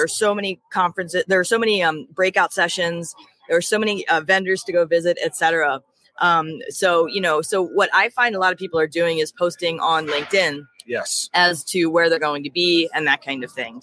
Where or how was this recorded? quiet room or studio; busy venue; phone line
busy venue